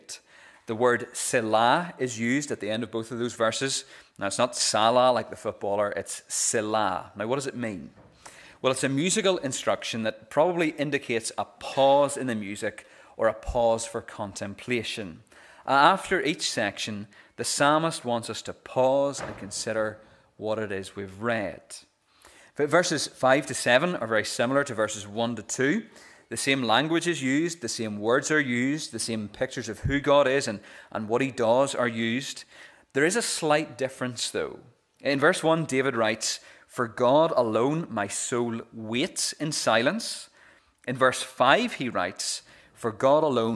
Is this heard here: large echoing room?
yes